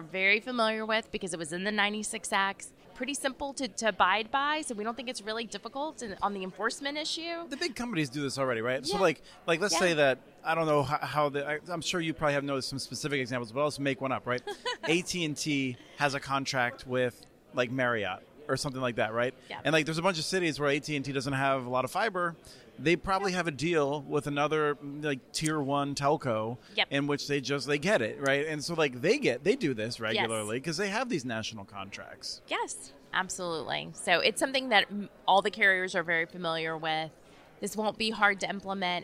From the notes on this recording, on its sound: This week on the podcast, while attending the 2022 Broadband Communities Summit in Houston earlier this month